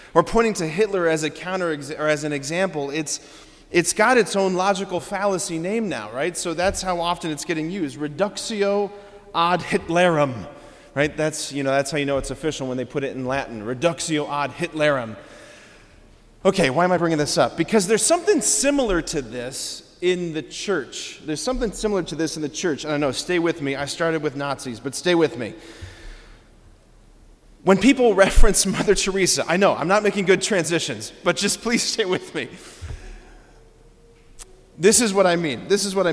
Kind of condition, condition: setting, large echoing room